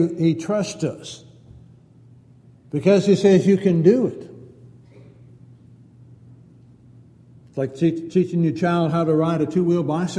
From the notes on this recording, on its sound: Downtown Church Of Christ Audio Sermon